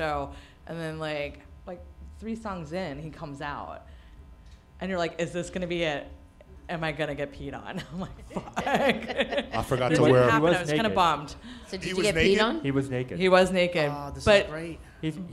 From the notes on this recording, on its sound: The District Of Misfits Show Live From DC9, WASHINGTON DC. Coming to you LIVE from DC9!